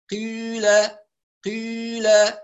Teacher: المذهب الثاني يسمى إشمام على الشيوع، يعني يبدأ بالكسرة ثم تشيع الضمة